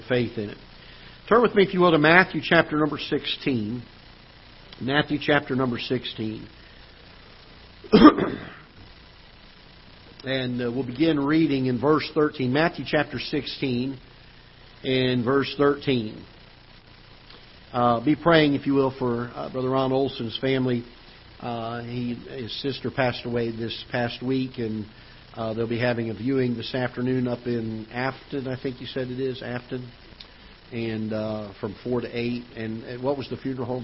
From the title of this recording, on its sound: Ketha Heights Baptist Church ~ Live Broadcast